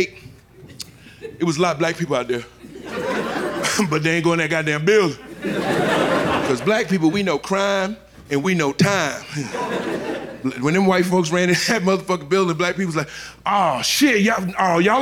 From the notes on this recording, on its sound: Live from Tribeca. An incredible hour of standup comedy.